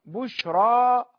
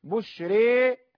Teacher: الفتح عندما تقرأ بشرى القراءة المقابلة تكون بالإمالة إما الصغرى أو الكبرى، بشري إذا كانت إمالة كبرى، بشري بين الفتح والإمالة الكبرى إذا كانت تقليلا، يعني إمالة قليلة نسميها التقليل.